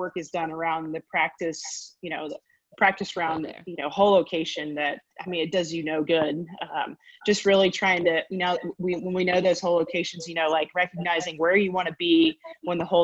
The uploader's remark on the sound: Huddle Up and Listen Up series of virtual coach panels. You can hear the audio version of that conversation here on the Tap In To College Golf podcast.